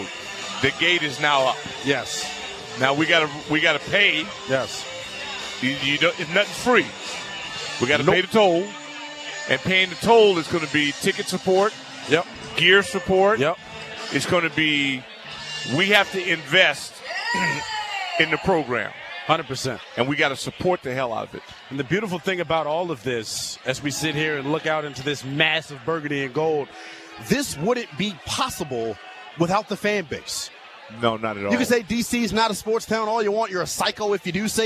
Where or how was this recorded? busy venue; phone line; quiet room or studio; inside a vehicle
busy venue